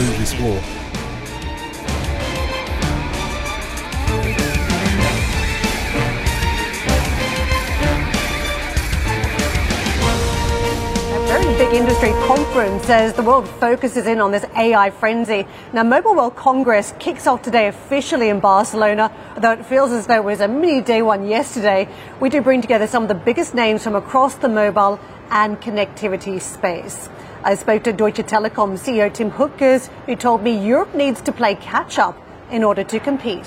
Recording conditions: busy venue